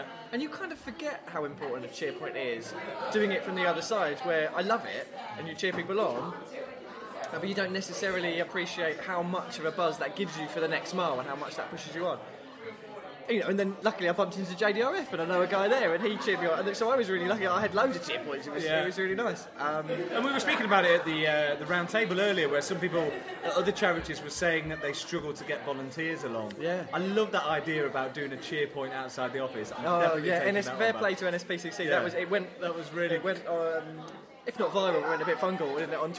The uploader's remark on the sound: leave Kings Cross and venture up to Angel to record from the Pearl & Feather public house.